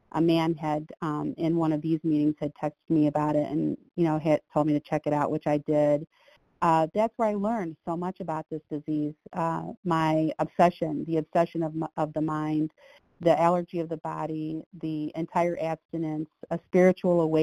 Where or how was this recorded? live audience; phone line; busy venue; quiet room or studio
phone line